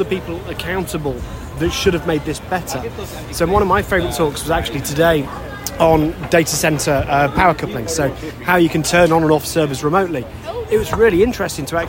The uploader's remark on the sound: DEF CON 2023 Special, live from BrewDog Las Vegas. Recorded live in Las Vegas at DEF CON 31.